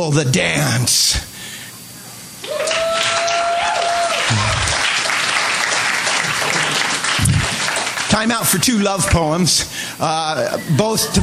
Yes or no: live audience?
yes